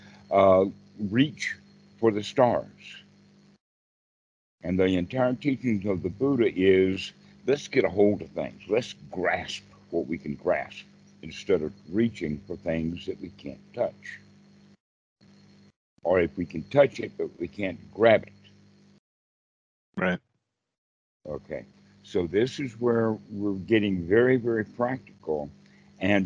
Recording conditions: video call